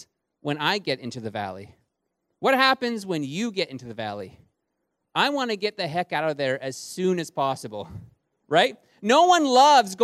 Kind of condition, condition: setting, large echoing room